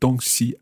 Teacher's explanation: 东, first tone. Yep. 西, neutral tone.